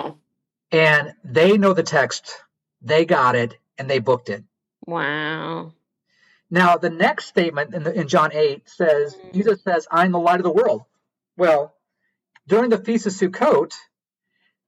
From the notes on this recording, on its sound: during our ZOOM conversation